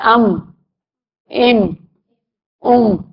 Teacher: होंठ का ये बाहर का हिस्सा है ना, और हमें महसूस भी होता है कि जब दोनों होंठों को मिलाते हैं, जो खुश्क जगह है होंठों की, तो उससे क्या निकलता है? मीम निकलता है।